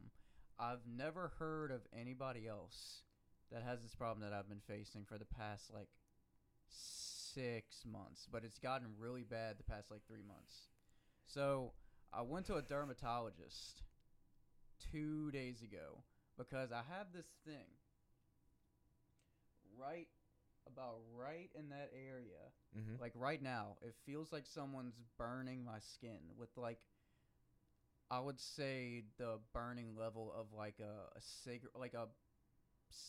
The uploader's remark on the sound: Sorry about the audio its really low.